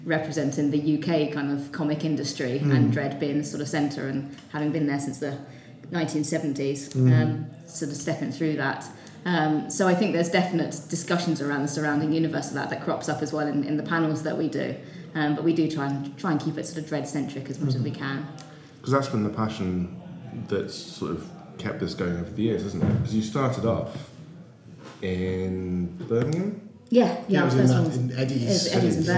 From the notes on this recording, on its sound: shows recorded at Hide N Geek for Free Comic Book Day 2016